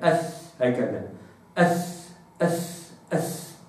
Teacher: اليوم نلتقي مع مخرج حرف الثاء. الثاء كما قلت تخرج من منتصف رأس اللسان العريضة ومحاذاة الأسنان العليا أو مع أطراف الأسنان العليا